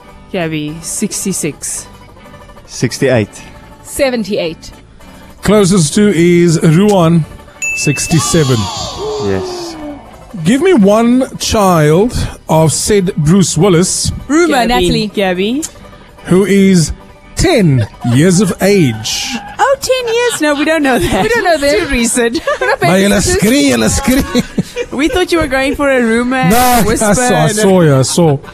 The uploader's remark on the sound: on the road live from Curro DigiEd in Delft